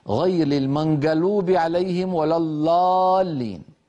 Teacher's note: بعض الناس قد يبدل الضاد لاما مفخمة · Term: لام مفخمة